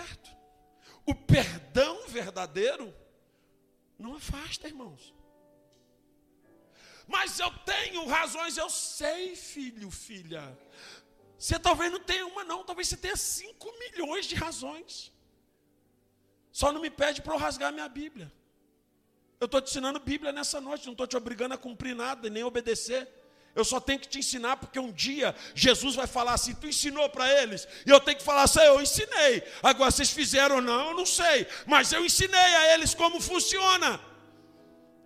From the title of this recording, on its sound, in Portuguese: Ao Vivo na Casa de Louvor